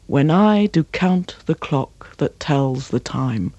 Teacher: you've got five major beats in a line. Now, when I do count the clock that tells the time, that is a perfect iambic pentameter.